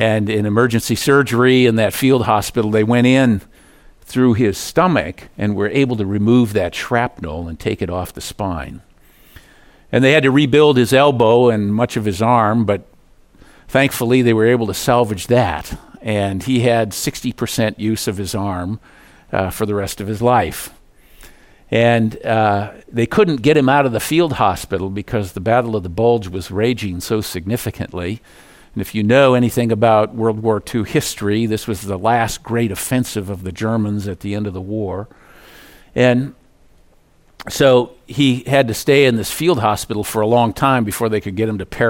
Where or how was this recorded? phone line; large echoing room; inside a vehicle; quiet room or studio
large echoing room